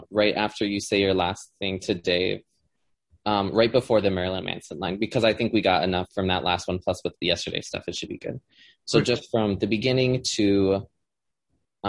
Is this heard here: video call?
yes